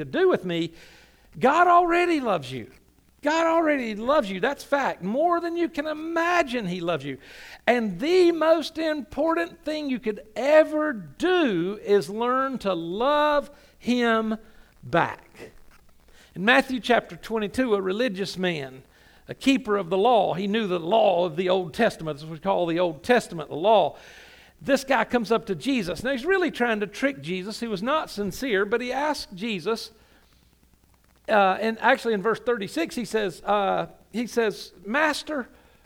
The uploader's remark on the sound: Sunday Morning – 11am Service